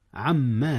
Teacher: أدغم نون عن في ميم ما · Term: إدغام